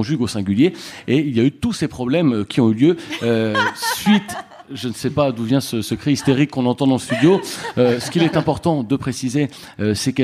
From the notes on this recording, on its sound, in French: Enregistré en public à la Gaîté Lyrique.